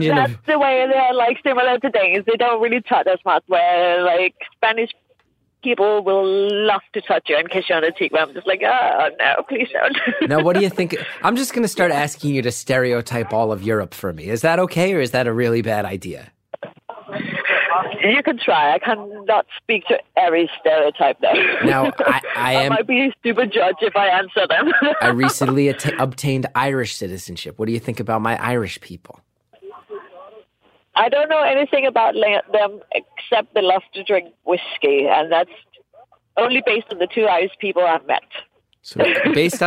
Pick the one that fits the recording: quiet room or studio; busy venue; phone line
phone line